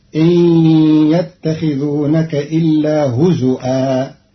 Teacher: قرأ قالون كلمة هزوا بهمز الواو على الأصل في لغة بعض العرب فتصير إن يتخذونك إلا هزوا.